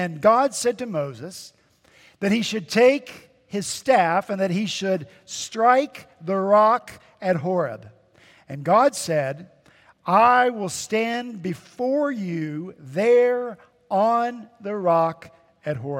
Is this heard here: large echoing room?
yes